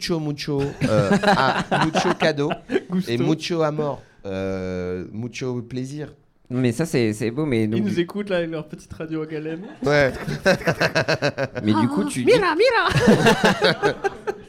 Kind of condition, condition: setting, live audience